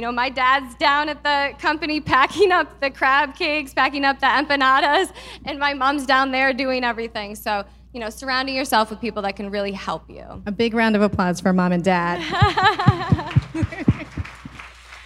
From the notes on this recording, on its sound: Live from our 2022 Small Business Summit event. For a fireside chat.